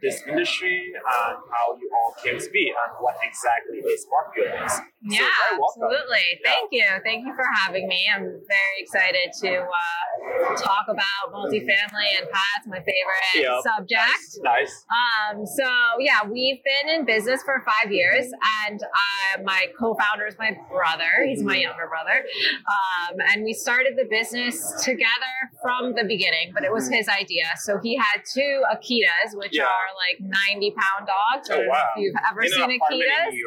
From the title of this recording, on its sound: LIVE AT NAA